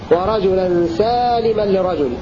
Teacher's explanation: قوله مد سالما مع الكسر حق، قرأ ابن كثير وأبو عمرو بألف بعد السين وكسر اللام